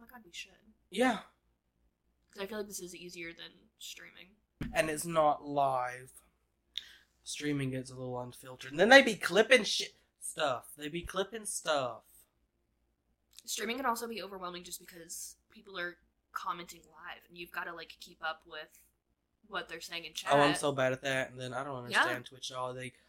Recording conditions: poor sound quality